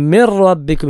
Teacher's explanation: മിറ നൂന് കേൾക്കാനേ പാടില്ല, സാക്കിന നൂനിന് ശേഷം റാ വന്നു.